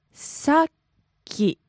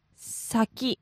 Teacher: There's a slight pause, a small, a chichai tsu in there · Shown in: first take · so you have to watch out for that one.Because just saying saki quickly, it means a different word.